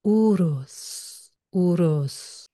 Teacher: Und das S am Ende, wie bei Urus, klingen zu lassen. Also nicht Uruz mit diesem typisch deutschen TZ, sondern ein stimmhaftes S.